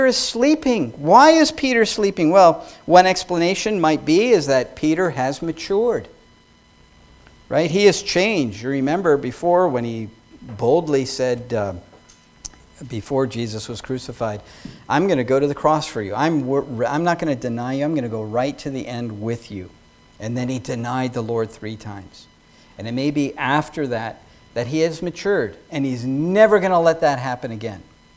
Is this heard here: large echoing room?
yes